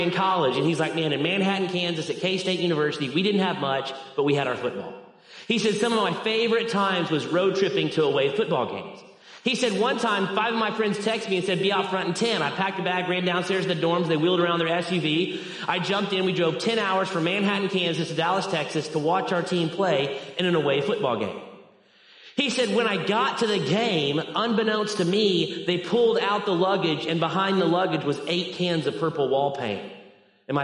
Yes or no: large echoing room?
yes